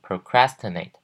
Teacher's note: 重音是在第二个音节 crastinate 这边